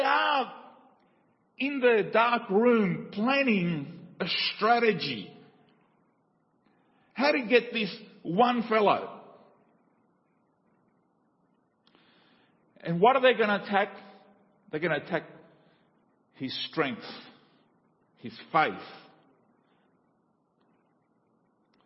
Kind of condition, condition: setting, large echoing room